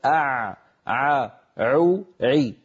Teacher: العين الفصيحة أعمق من العين التي تعودنا في عامياتنا المعاصرة أن نلفظها